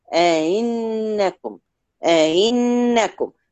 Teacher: احنا قلنا التسهيل من جنس حركة الهمزة، الهمزة قريبة للياء أئنكم أئنكم، ما بوصلش الهمزة التانية للمخرج أئنكم أئنكم.